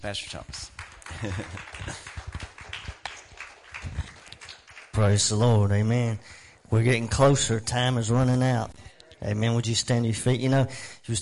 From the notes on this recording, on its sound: WELCOME TO OUR LIVE SERVICE. Preaching at Family Worship Center in Athens Tennessee. We own a CCLI license CSPL080184 to stream our music live over the internet.